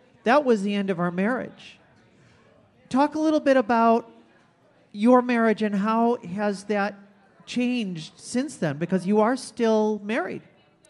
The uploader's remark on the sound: This podcast was recorded before a live audience at the PRIDEducation event, sponsored by Rainbow Alliance Advocacy in Appleton, WI.